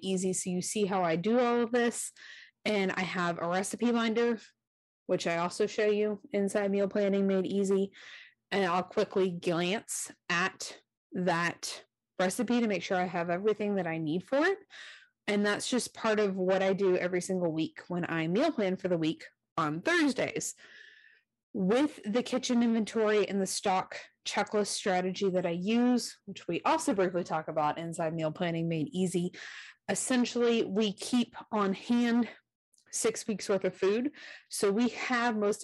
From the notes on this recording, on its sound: There was a slight audio problem in the recording of this episode so I apologize for the scratchy sound.